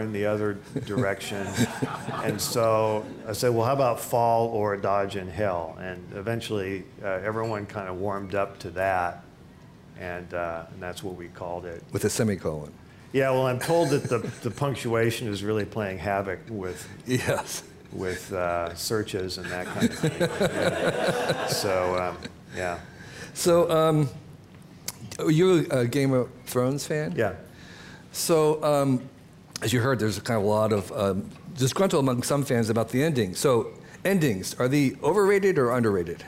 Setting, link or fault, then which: setting, busy venue